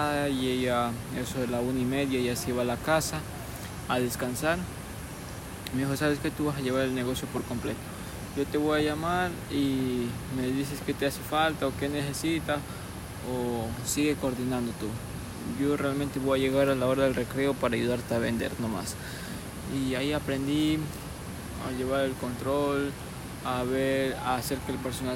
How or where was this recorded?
outdoors